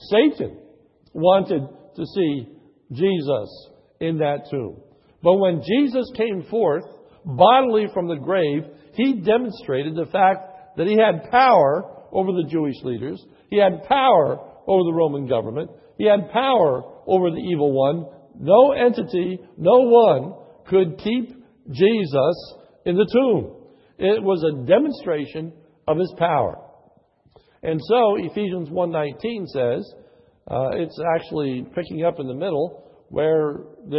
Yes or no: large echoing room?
yes